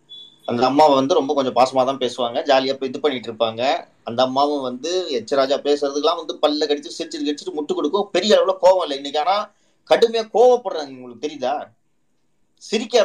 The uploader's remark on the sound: Recording of Twitter Spaces Session